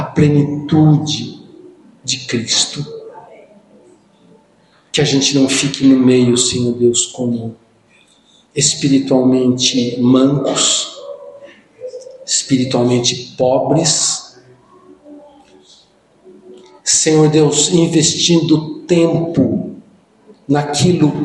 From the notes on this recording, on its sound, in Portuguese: no culto do dia 20/08/2023